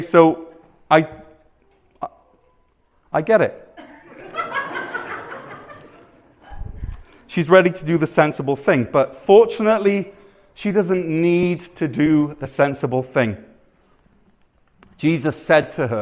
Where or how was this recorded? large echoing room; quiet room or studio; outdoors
large echoing room